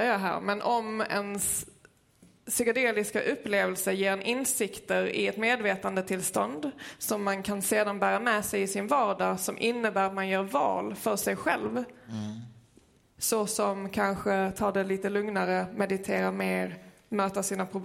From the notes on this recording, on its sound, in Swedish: Livepodd från Cirkus 13 april. Idag släpper vi vår live-podd från Cirkus om psykedeliska.